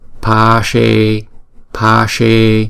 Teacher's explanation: Chữ A có dấu gạch ngang trên đầu cho nên chúng ta đọc hai nhịp. Và chữ E là diphthong, chúng ta cũng đọc hai nhịp. Cho nên chữ pashe là hai âm này, mỗi âm hai nhịp.